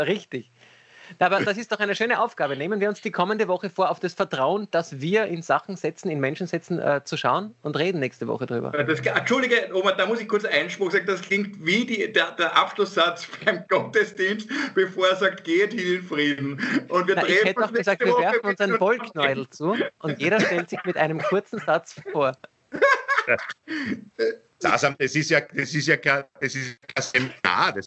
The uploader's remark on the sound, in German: Aufzeichnung einer ZOOM Session